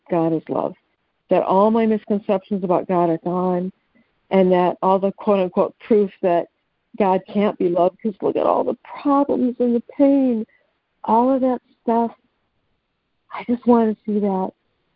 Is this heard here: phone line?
yes